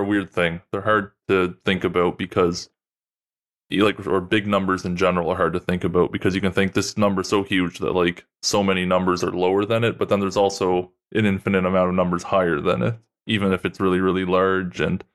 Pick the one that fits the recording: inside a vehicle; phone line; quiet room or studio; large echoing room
quiet room or studio